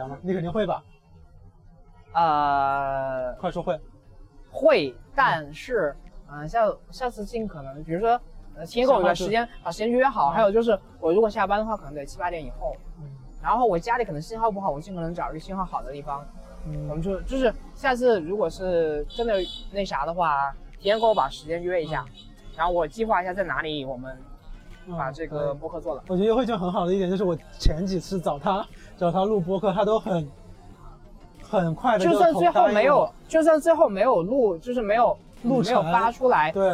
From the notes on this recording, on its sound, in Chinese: 这是在西安城墙下录制的一期播客